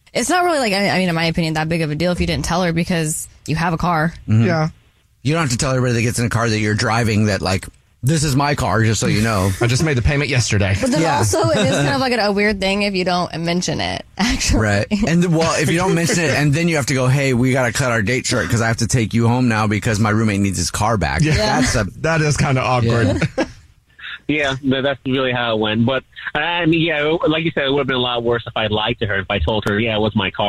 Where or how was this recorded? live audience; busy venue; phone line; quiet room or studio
phone line